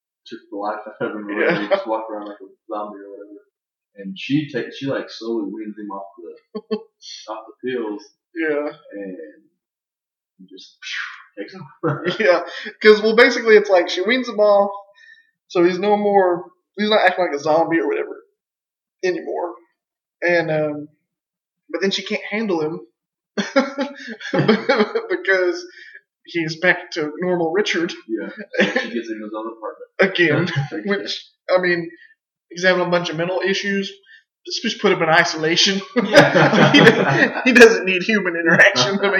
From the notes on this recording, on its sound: we had some technical issues that we explain at the beginning so bear with us on the sound quality